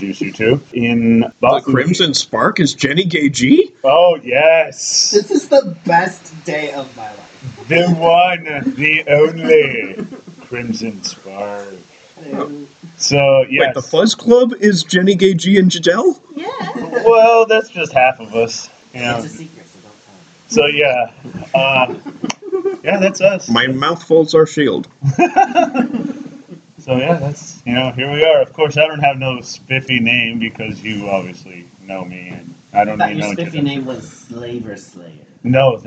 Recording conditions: poor microphone